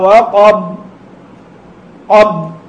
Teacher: وقف الصوت ووقف النفس معا · Term: القلقلة